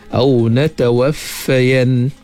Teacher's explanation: huruf fa dia ada hamasnya, kalau tak ada hamas dia kasar sikit pun